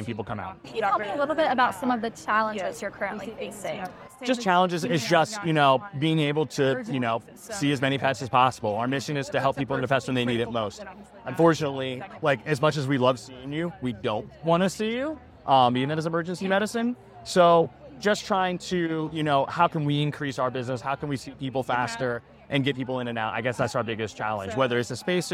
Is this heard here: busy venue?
yes